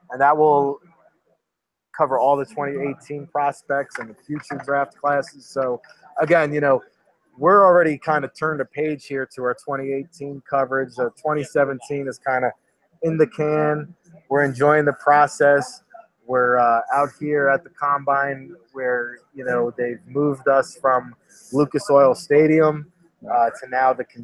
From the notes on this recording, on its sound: Live from the NFL Combine.